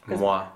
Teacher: Just think of the W glide and a bright A afterwards.